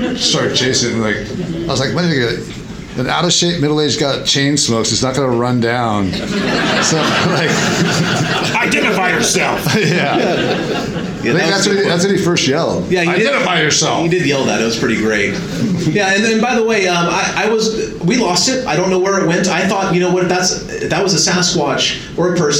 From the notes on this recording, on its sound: Live from Ohio! Recorded live during the Ohio Bigfoot Conference! Answer questions from the audience.